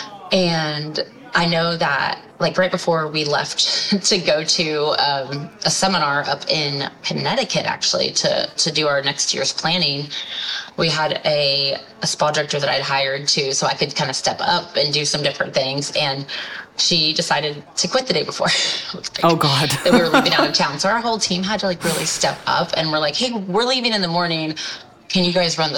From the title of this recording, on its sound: Live From Strategies TBX23